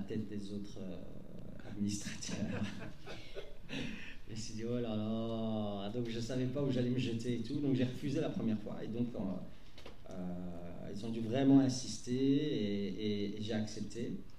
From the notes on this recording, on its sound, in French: Quatrième conférence de la saison 2022-2023 de V Union. À l'ULB.